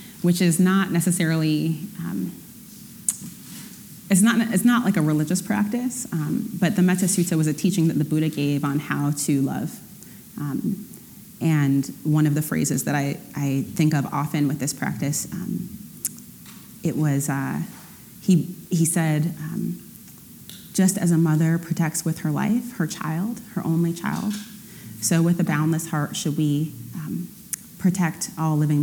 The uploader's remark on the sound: Every Wednesday, the Rubin Museum of Art presents a meditation session led by a prominent meditation teacher from the New York area. This podcast is a recording of the weekly practice.